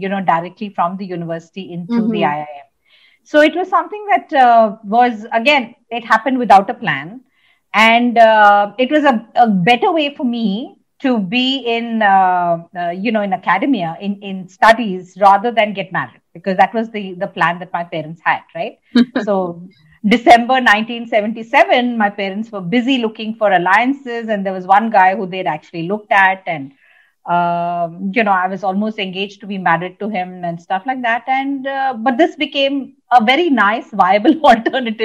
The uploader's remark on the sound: Virtually recorded.